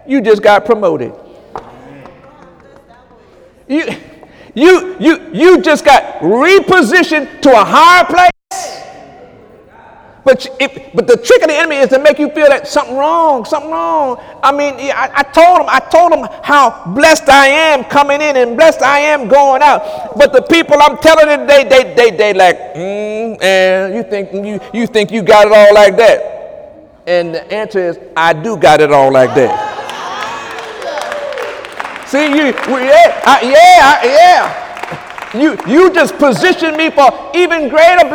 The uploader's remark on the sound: During Sunday morning service on December 24, 2017